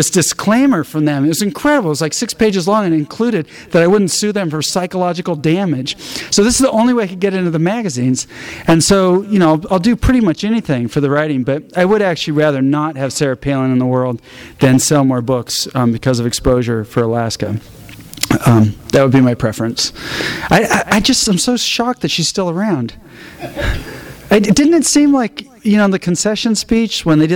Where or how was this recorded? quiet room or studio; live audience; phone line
live audience